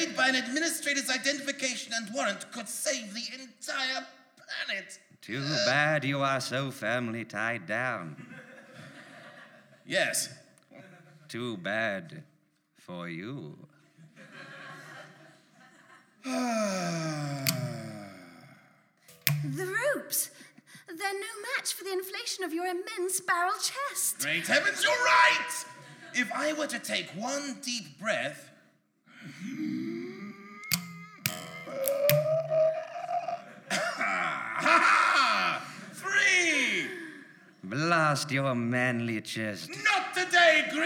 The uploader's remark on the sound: The rough and experimental pilot episode, performed live at VAULT Festival in Waterloo, London.